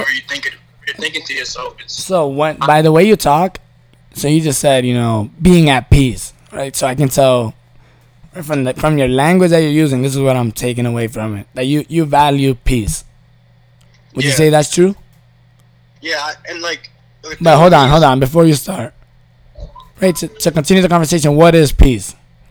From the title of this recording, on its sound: Phone call